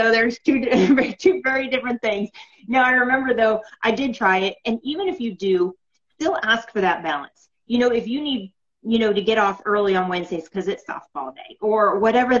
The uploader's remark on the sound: on Sit and Spill on Instagram Live